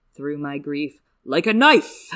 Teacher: It's very sharp, like a knife. Like the actual tonality of the speech is very focused, and obviously also the emphasis is on knife